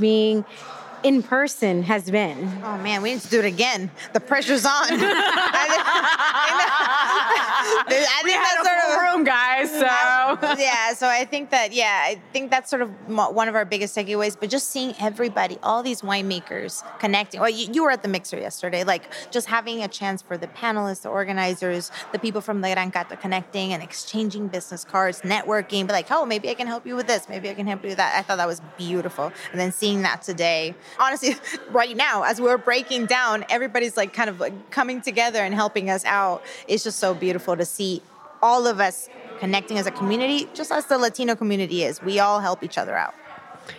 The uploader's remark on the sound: LIVE! From the Latinx Wine Summit in Napa. 2nd annual (but first in person) Latinx Wine Summit in Napa, CA hosted by Hispanics in Wine.